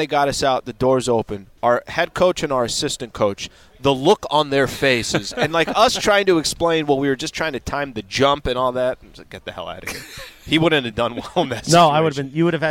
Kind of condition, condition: setting, busy venue